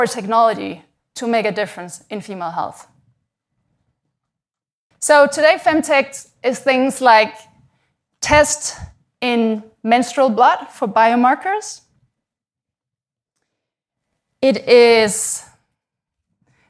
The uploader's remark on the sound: We recorded these first episodes at our live Giant Ideas summit, held at London’s Tate Modern. The Giant Ideas summit brings together 200 founders, CEOs, heads of state and other leaders.